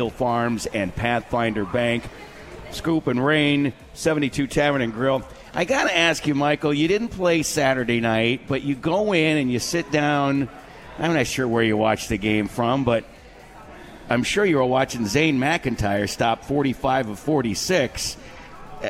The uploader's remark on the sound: live from The 72 Tavern